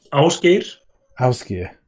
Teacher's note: it's a rolling R in the end, and Ál, the first letter.